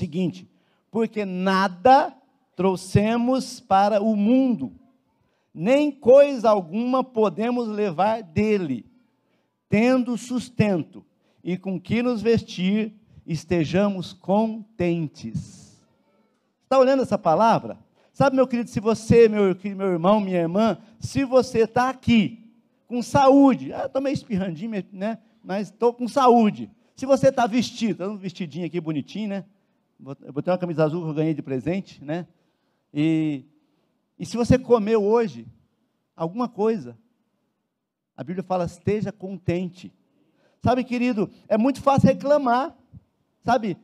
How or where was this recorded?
large echoing room